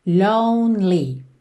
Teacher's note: Que esse E do meio não é pronunciado. Então, você vai do N pro L